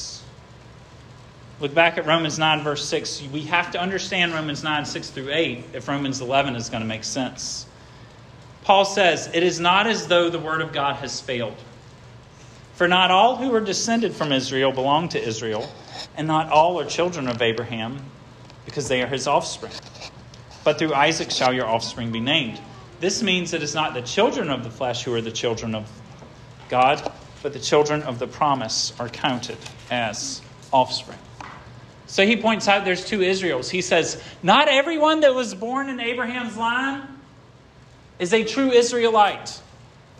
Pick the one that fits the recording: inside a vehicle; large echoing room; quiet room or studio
large echoing room